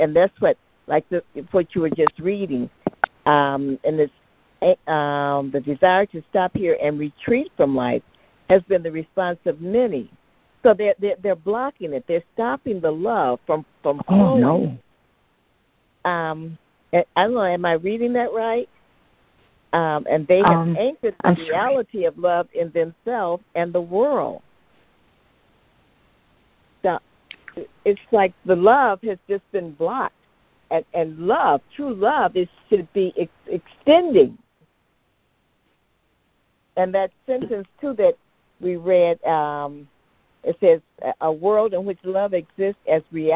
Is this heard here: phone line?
yes